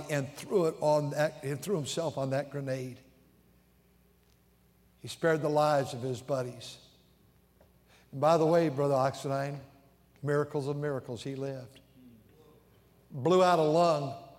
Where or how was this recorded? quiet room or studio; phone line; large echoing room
large echoing room